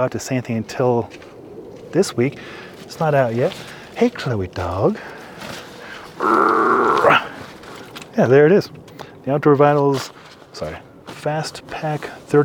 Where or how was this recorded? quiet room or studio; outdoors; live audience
outdoors